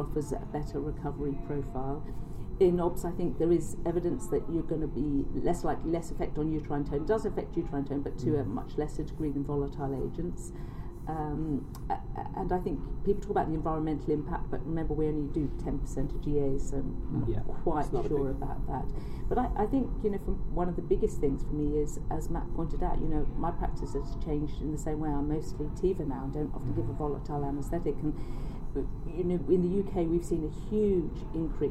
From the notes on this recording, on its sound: Highlights from the OA SIG Meeting Sydney. Apologies for the audio quality – we didn’t have the usual microphones and had to record in a side room at the Sydney Convention centre at were unable to get away from the background elevator music.